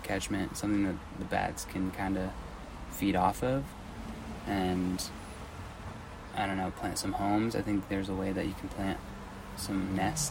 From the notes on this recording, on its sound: recording from the beach